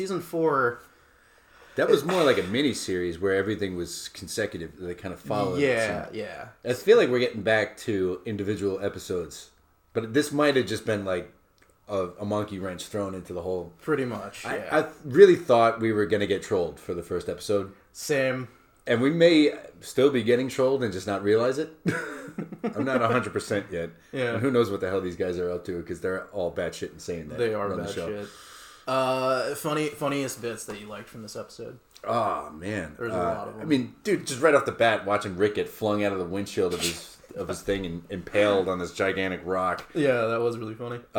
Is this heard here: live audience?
no